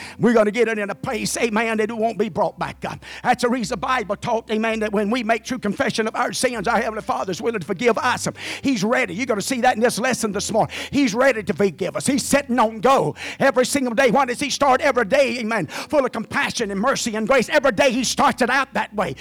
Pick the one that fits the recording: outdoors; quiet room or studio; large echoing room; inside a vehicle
large echoing room